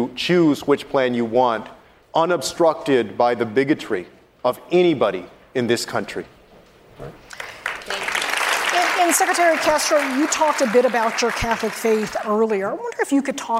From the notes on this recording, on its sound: Answers questions during a live town hall.